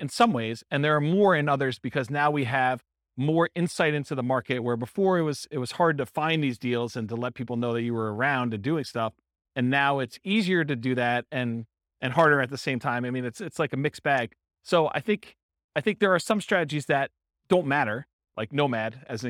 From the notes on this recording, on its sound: Real estate entrepreneurs in Garden Grove, California. This was a live class recorded to give investors a solid qualitative overview of all the different real estate investing strategies. The live in-person version.